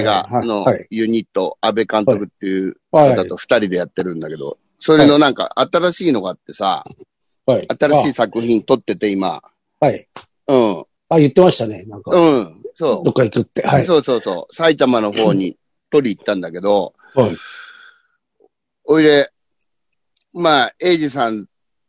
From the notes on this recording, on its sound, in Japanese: ZOOMで収録